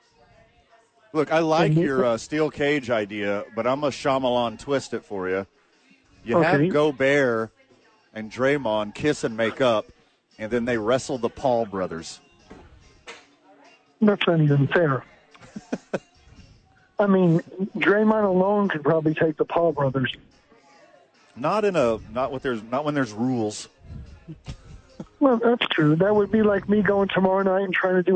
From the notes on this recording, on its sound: live from ABQ AXE